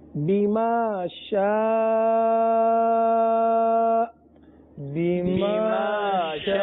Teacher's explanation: تو حمزہ کو اس طرح ادا کریں گے کہ اس میں جھٹکا دیں گے، یعنی جھٹکے کے ساتھ آواز کو بند کریں گے